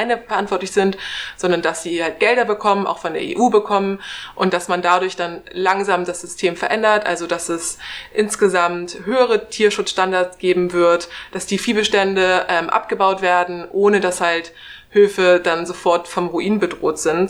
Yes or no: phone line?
no